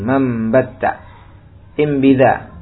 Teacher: Baliklah nun yang sebelum ba menjadi mim. · Term: qalb